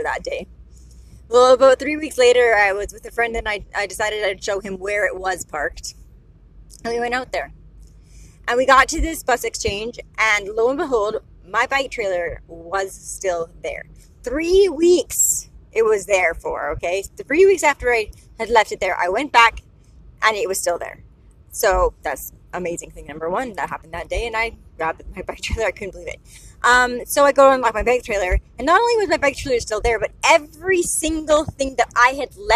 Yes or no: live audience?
no